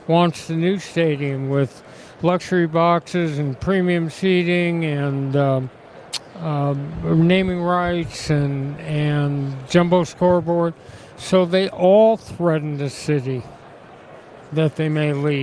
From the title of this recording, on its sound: Live from Super Bowl LVIII - Day 4